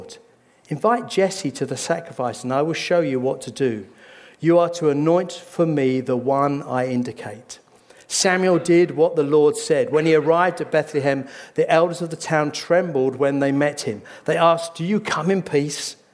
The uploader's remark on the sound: This sermon was recorded on Sunday 12th March 2023 at our Putnoe venue.